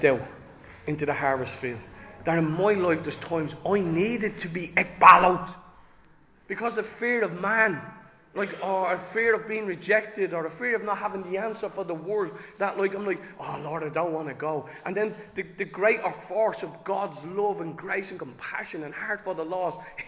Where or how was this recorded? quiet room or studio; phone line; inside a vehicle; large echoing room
large echoing room